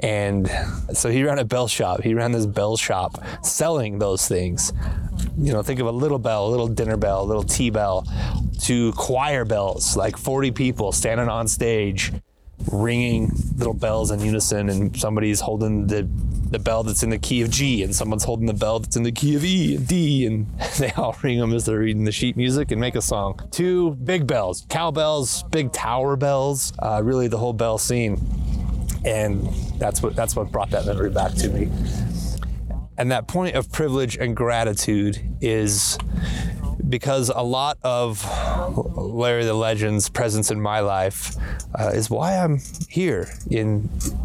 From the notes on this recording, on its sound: Wind affected audio edit, best listened to with earphones.